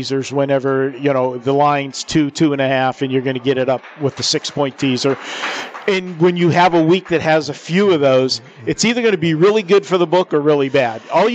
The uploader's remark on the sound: Live from the Super Book at the Westgate Las Vegas